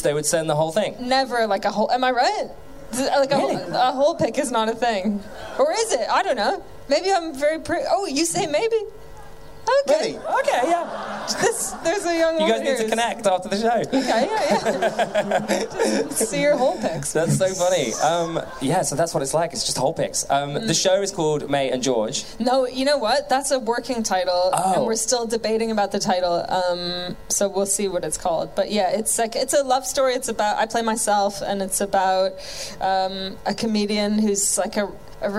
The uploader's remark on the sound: Live from our big London show at The Underbelly in June 2019